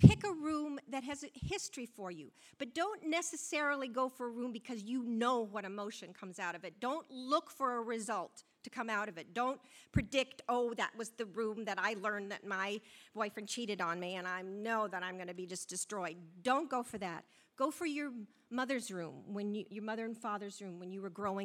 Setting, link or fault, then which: setting, busy venue